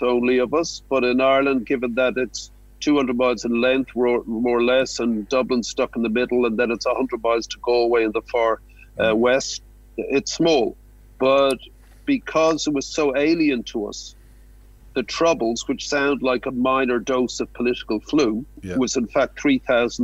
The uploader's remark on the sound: Phoned into the station. Recorded from the Budgy Smuggler Booth.